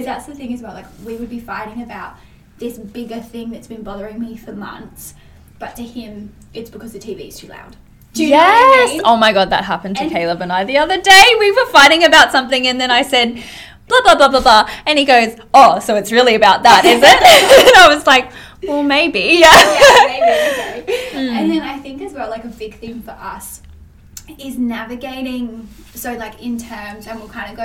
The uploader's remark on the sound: The audio is a little bit up & down within this ep, I'm still learning the best way to record in person eps as I'm used to recording online.